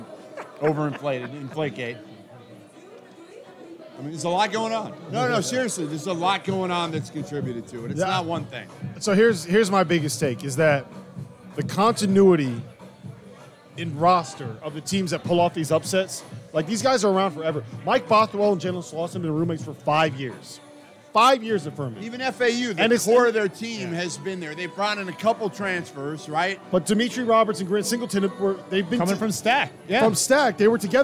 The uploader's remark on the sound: live from Stadium Swim in Las Vegas!